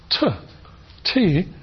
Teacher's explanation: T has the same place of articulation as an S. The tongue is at the alveolar ridge. So the explosion for a T is actually like a very, very short S.